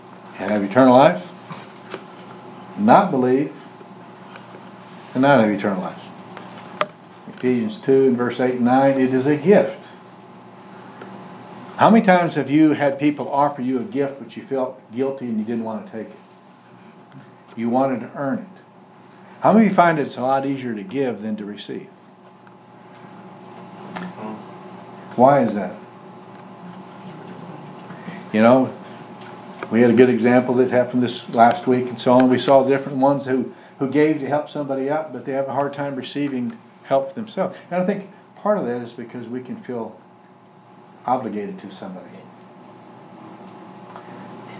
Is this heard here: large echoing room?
yes